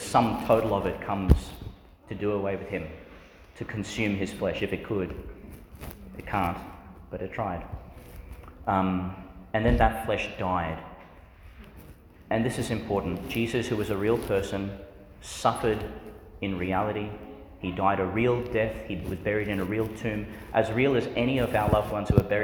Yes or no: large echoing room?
yes